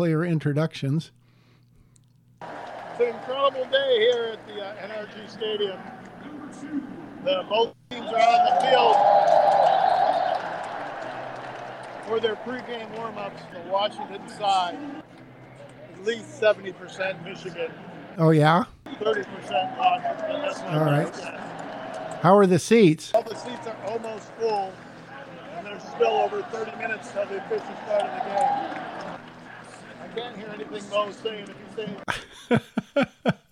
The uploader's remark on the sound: live from the College National Championship game!!